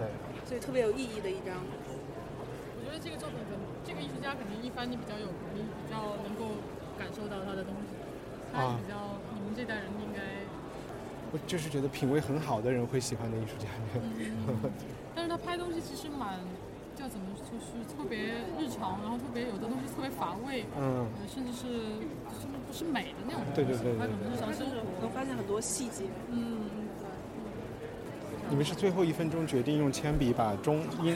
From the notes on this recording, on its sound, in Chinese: 和100个VVIP在一起。是一期我们从上海ART021和West Bund带来的当代艺术博览会特辑。我们用了一天下午的时间录音。从上海展览馆到西岸。因为现场录音有比较大的杂音，音量也不一定特别好控制。但是最后的节目并没有通过降噪处理，因为我们想把艺博会现场的气氛传达给大家，不管是ART021开幕现场VIP的窃窃私语，还是当时尚未完工的West Bund布展现场。